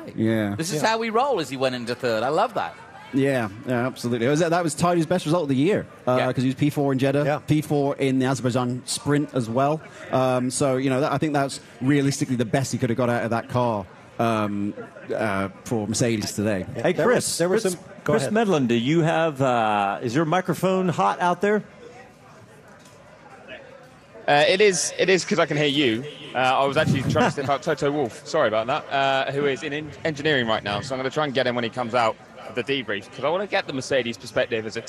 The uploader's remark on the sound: recorded live from Miami